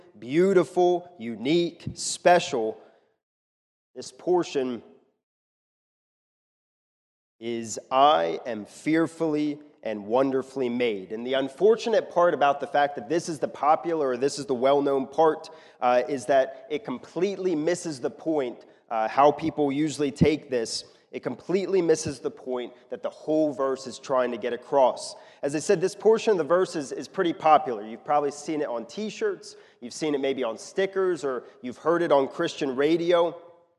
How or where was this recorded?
large echoing room